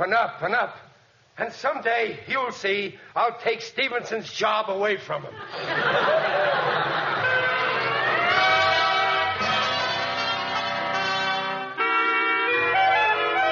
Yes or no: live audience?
yes